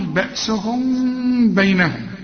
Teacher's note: كل ميم بعدها به تكون ميم زي دي بدون تشكيل، اخفيها وما تضم الشفايف، تقول بأسهم بينهم، بينهم كلها مرققة شديد.